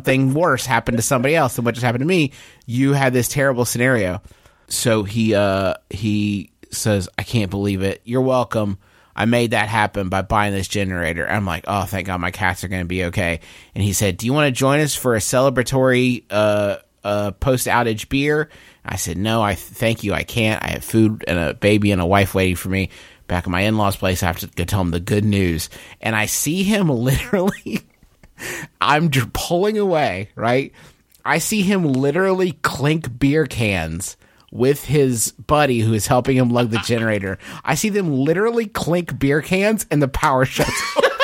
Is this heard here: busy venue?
no